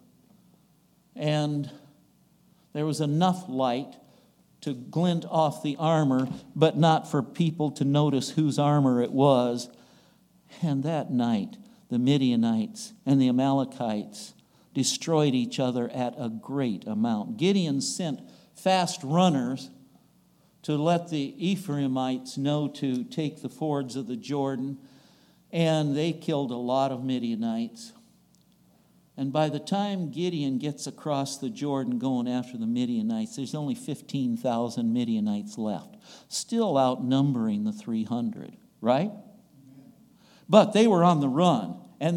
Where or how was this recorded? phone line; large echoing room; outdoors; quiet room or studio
large echoing room